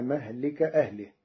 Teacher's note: قرأ ورش كلمة مهلك بضم الميم وفتح اللام